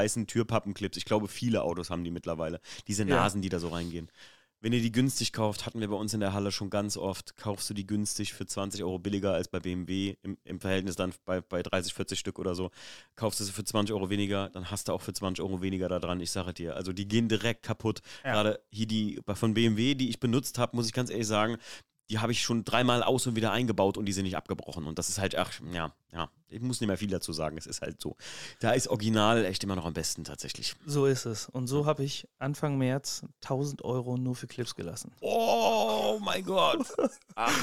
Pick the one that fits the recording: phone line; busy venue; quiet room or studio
quiet room or studio